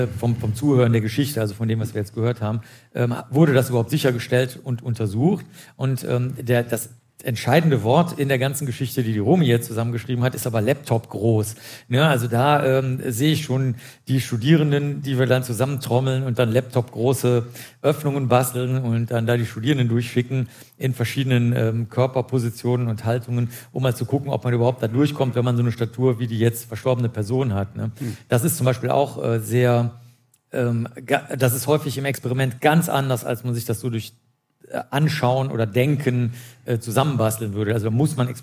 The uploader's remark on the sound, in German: Im Kriminaltheater Berlin getroffen. Vor Publikum.